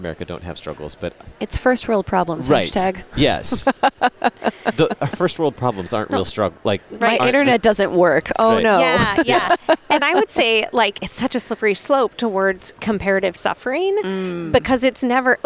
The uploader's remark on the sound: Live from the LWML Convention